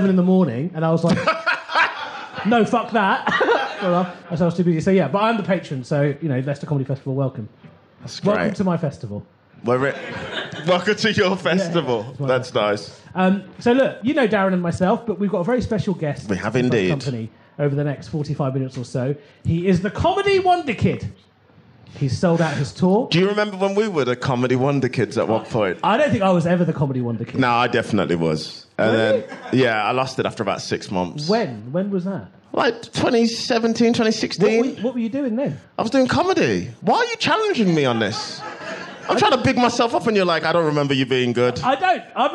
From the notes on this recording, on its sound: Live in Leicester. This episode was recorded LIVE at the Leicester Comedy Festival. Some truly shameful audience members.